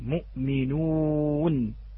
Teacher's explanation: سوف يلاحظ أن هناك في الشفة امتداد إلى الأمام، مؤمنون. فلو كان لو كانت هذه الضمة، ضم الشفتين لضمة النون، لا أرجعنا أخوتي الأحبة الشفتين مرة أخرى ثم أتينا بالواو من الجوف. · Term: الواو المدية